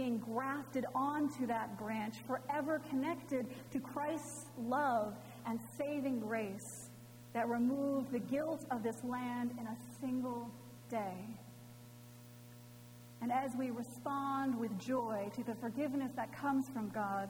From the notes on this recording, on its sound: Recorded Feb 18, 2018 at Trinity Presbyterian Church in Bixby, Okla.